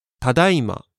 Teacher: It starts low and rises at だ and goes back down.